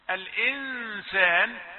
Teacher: الإنسان الحكم إخفاء، حرف السين لم يأتي في تفصيلات التي مرت كما قلنا، يعني نعرضه على ستة الإظهار فلا نجده، نعرضه على ستة الإدغام فلا نجده، وليس حرفا للباء، فإذا النون عندما جاءت قبل السين نون الساكنة حكمها الإخفاء وفيه الغنة